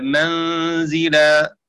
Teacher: قرأ شعبة بفتح الميم وكسر الزاي